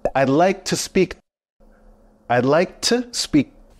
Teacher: the word to is cut short and sounds more like t.